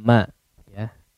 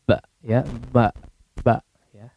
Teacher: Kalau tidak dialirkan ke hidung ya, maka akan jadi ba. · Shown in: second take